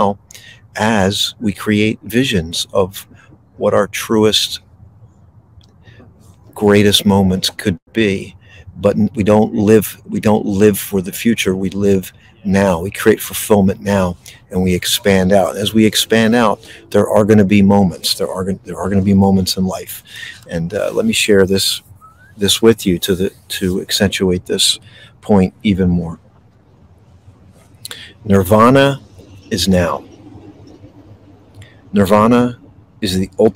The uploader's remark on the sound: This Episode originally streamed live on location at Valley Forge National Park NJ. The audio from this podcast was taken directly from this live stream.